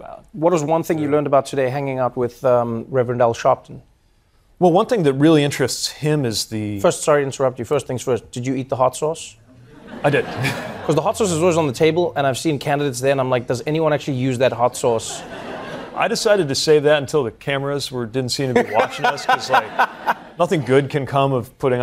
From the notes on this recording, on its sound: Takes Questions From the Audience. Taking questions from the audience.